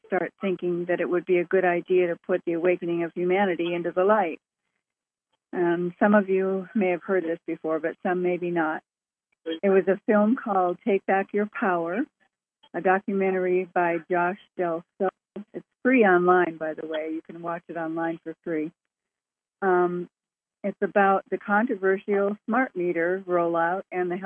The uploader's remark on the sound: Conference Call LIVE